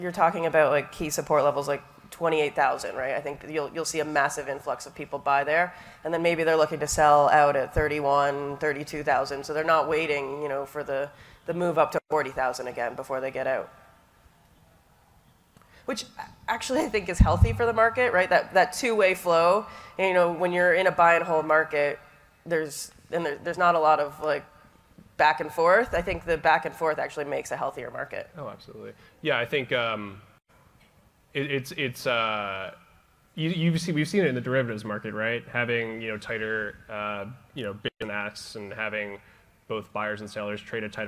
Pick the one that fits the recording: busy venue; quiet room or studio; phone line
busy venue